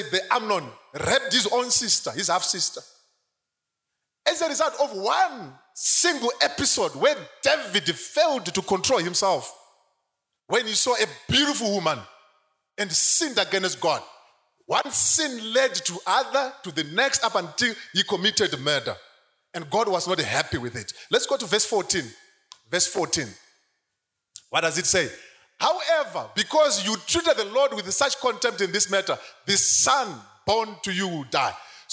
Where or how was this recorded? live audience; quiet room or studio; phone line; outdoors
live audience